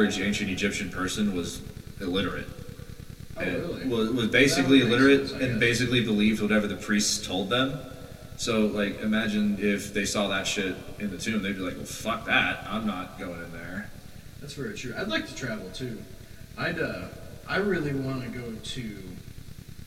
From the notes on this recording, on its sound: They were unable to adequately tune their audio. Enjoy this VERY low sound quality episode.